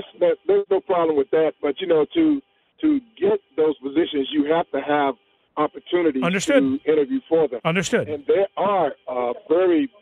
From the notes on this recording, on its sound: Jumping back to the phone lines